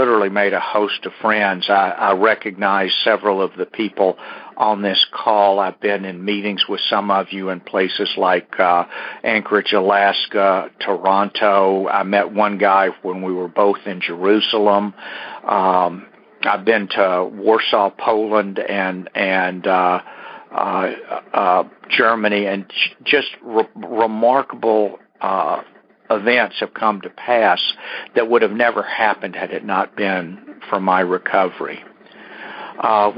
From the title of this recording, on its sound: Monday Noon Phone Speakers Series